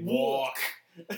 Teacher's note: I can't say the L in walk because it comes out all New Yorky